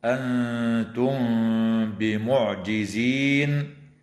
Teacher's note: وكذا تخفى الميم الساكنة عند الباء